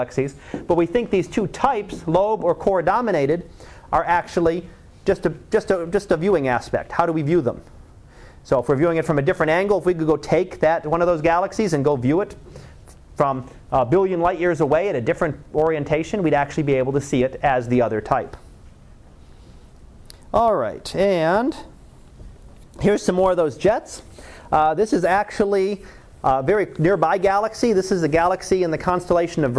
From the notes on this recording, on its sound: Live Class Lecture.